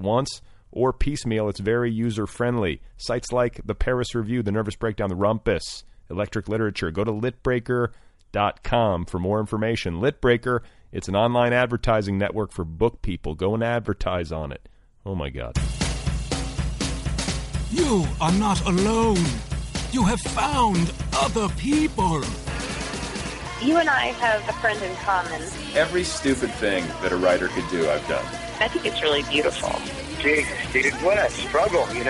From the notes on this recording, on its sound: I spoke with her by phone. She was at home in Syracuse, New York.